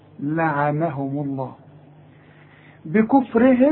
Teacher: لعنهم الميم مضموم، ما دام الميم مضمومة لفظ الجلالة يفخم